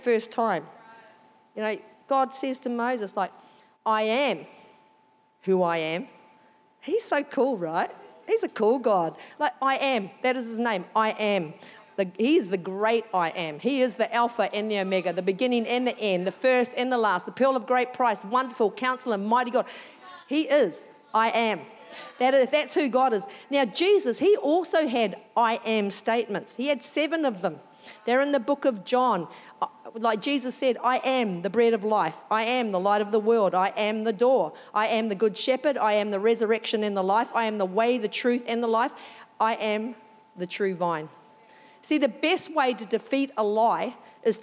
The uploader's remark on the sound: Recorded during our 9am service on Sunday, the 3oth of April 2023